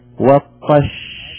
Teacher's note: لاحظوا صوت مشى مع تسكين الشين رخوة